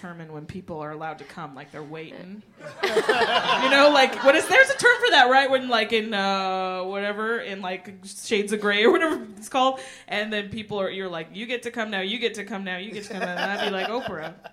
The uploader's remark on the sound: Live at Bridgetown Comedy Festival